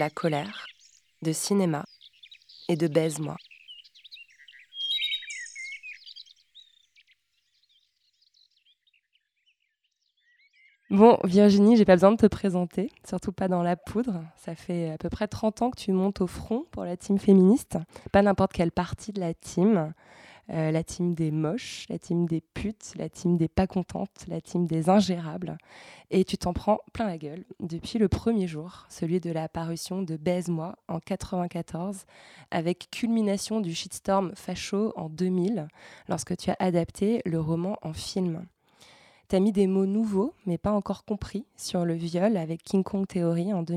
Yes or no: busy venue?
no